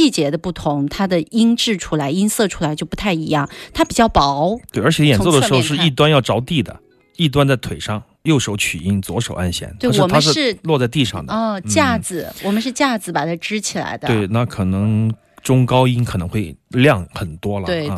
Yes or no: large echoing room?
no